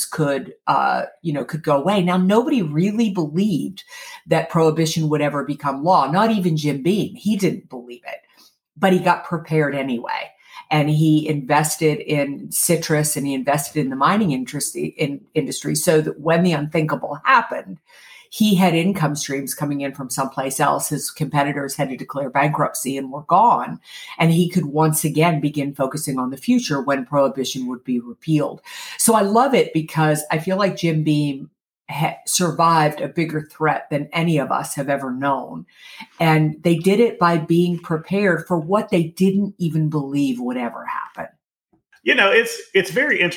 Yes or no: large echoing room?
no